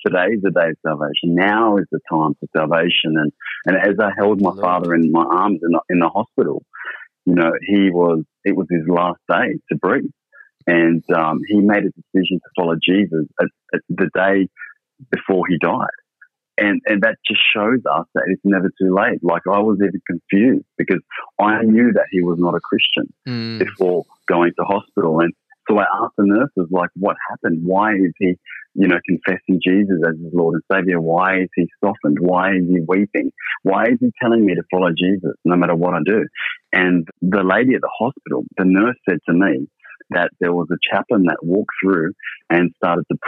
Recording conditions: phone line